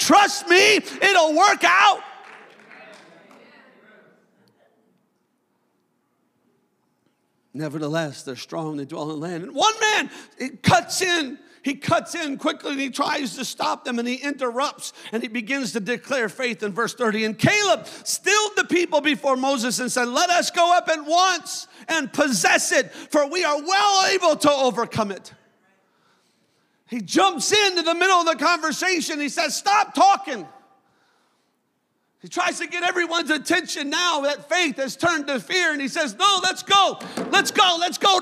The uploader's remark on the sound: a service recording from Connect Point UPC